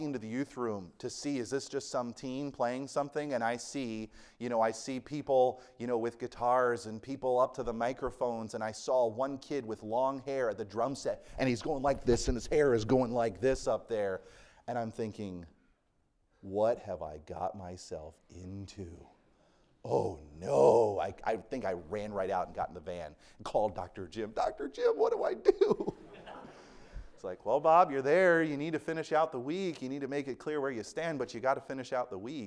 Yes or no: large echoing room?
yes